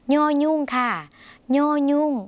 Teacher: เสียงเนอขึ้นจมูกเหมือนในภาษาอีสานหรือภาษาเหนือนะคะ